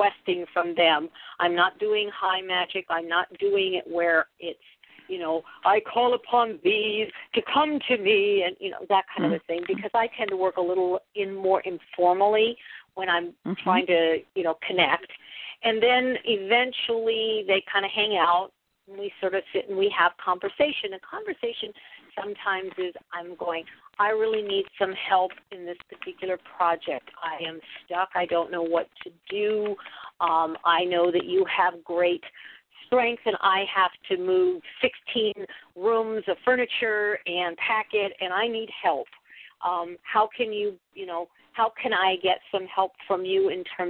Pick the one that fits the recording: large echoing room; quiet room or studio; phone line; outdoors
phone line